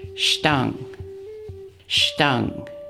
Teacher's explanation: This word is used to practice the letter called S with a wedge in the Tsklallam alphabet. The S with a wedge sound in Tsklallam is pronounced like the SH sound in English.